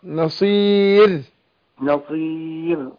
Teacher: أقول نصير بترقيق الراء